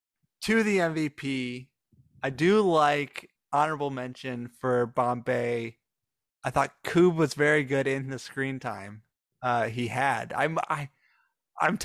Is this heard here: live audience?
no